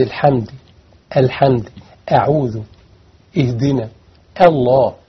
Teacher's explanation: ورققا مستفلا من أحرفي، وحاذرا تفخيم لفظ الألف كهمز الحمد، الحمد أعوذ اهدنا الله، يعني ما تفخمش الهمزة أعوذ مش لأن الهمزة ما خرجها من أفصح الحلق.